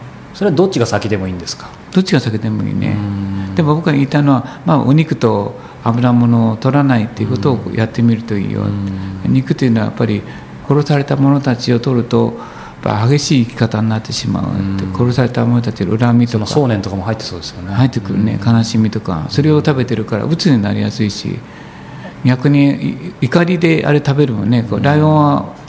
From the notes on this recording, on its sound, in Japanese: コートヤード HIROOで収録したショートインタビューをお届けします